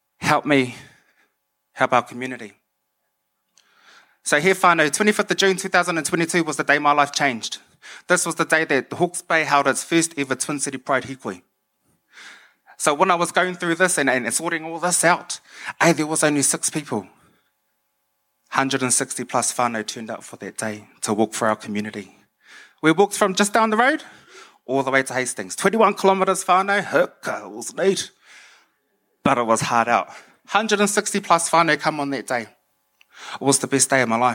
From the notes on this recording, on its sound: took the stage at our Real Talk Mō Ngā Rangatahi event in Ahuriri in Napier